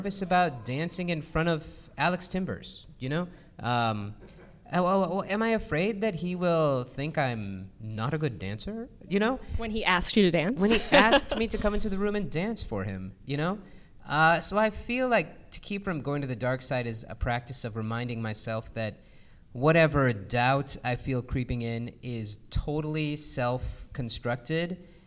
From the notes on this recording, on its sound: This episode was recorded in front of a live audience at BroadwayCon, 2020.